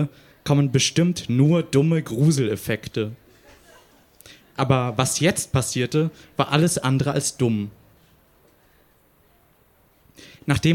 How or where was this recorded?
live audience